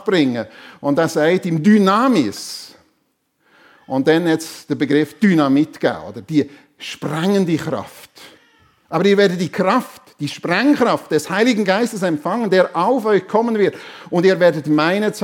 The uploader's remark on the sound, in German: Predigt der FEG Sumiswald an Pfingsten 2023